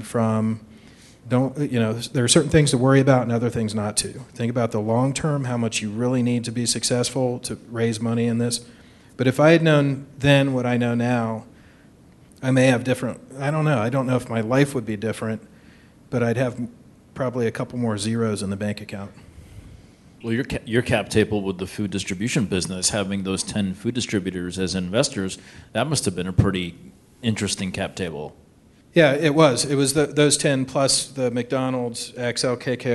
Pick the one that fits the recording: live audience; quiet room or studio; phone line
live audience